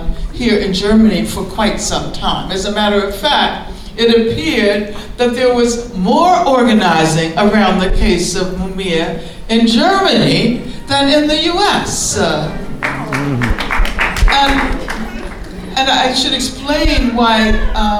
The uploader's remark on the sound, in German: Aufgenommen auf einer Veranstaltung in der Berliner "Werkstatt der Kulturen".